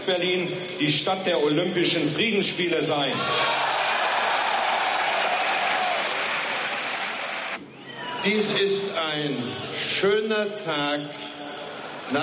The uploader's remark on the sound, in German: Großkundgebung vor dem Schöneberger Rathaus nach der Öffnung der Berliner Mauer. Auf der Großkundgebung vor dem Schöneberger Rathaus in West-Berlin.